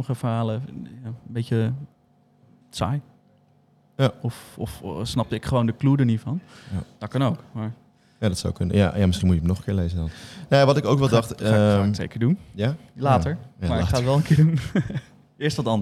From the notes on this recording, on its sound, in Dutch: Namen we LIVE een nieuwe aflevering van Aap Noot Mishima op. Voor het eerst namen we LIVE een nieuwe aflevering van Aap Noot Mishima op.